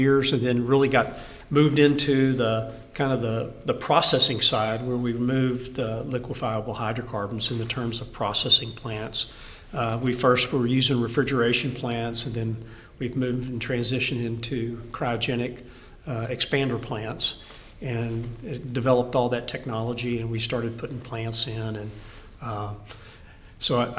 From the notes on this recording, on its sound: The conversation is the first of the special episodes recorded from the GPA Midstream Annual Convention.